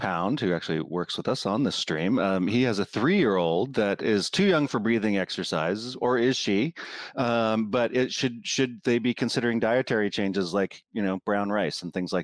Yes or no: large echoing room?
no